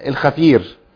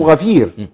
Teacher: يعني يجري نفس في مخرج الغين خلاص انقلبت الى خاء · Shown in: first take